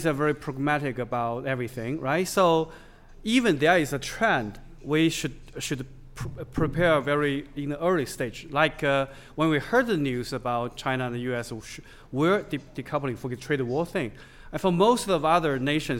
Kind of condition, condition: setting, busy venue